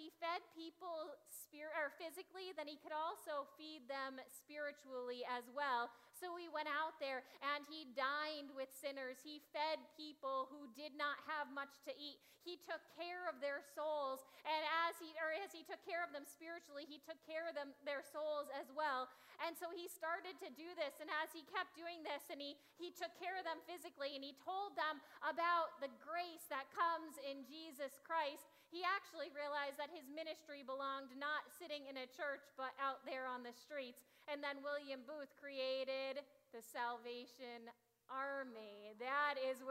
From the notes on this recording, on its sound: Audio from the 9am service. Zion United Church of Christ.